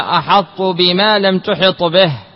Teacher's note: فالطاء تبقى لها شيء من صفة الاستعلاء والإطباق في التاء · Term: إدغاما ناقصا